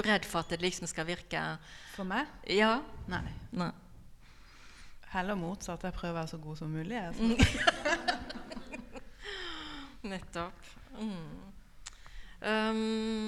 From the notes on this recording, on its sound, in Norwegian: Denne podcasten er et live-klipp av kunstnersamtalen. Den gir innblikk i utstillingen "Søvn er livets Sum" i Kristiansand Kunsthall.